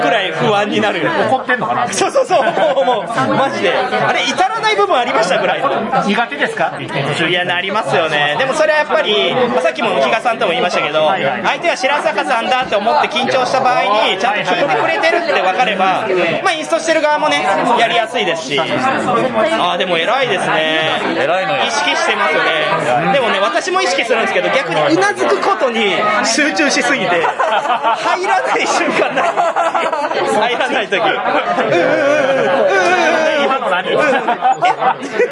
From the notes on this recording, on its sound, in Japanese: 店内収録のため、騒音雑音が激しく入っております。